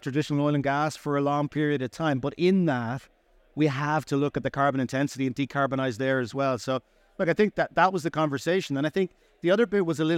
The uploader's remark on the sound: Recorded live at ADIPEC 2023